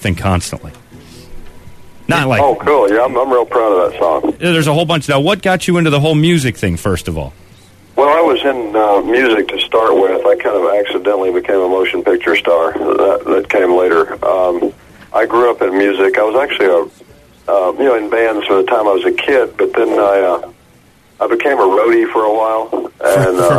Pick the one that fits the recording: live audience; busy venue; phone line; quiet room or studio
phone line